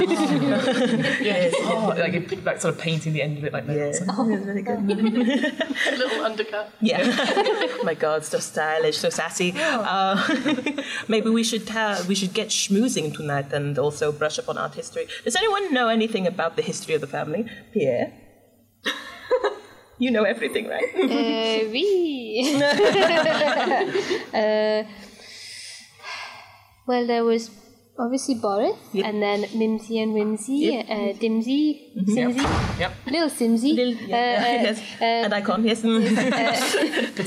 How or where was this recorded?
live audience